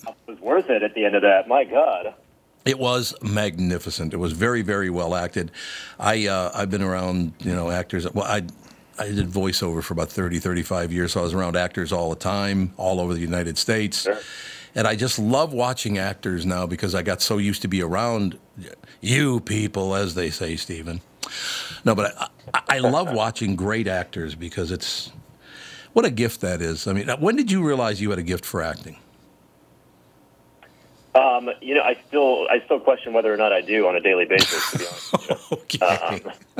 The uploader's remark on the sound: over the phone